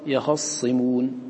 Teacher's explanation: وكذلك كلمة يخصمون، أصله يختصمون، يختى، والتاء والصاد متقاربان، أريد إدغام التاء في الصاد ولا يمكن ذلك إلا بإسكان التاء، فلما أسكنت اجتمع الساكنان فقالوا يخصمون. وفي أحد الوجهين عن قالون حرك الخاء ببعض حركة دفعا لالتقاء الساكنين